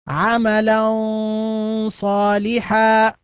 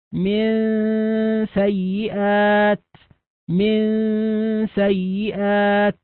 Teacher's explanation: فهذه الغنة مرققة لأن بعدها سين · Shown in: second take · وفي الأول مفخمة لأن بعدها صاد أو قاف أو طاء أو نحو ذلك من حروف التفخيم.